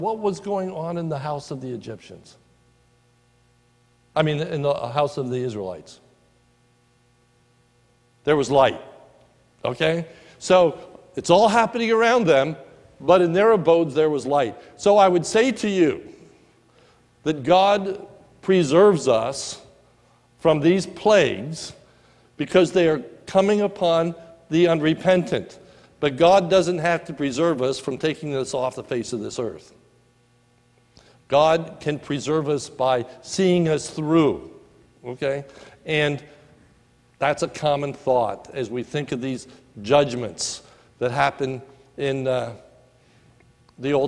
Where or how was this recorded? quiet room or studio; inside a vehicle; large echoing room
large echoing room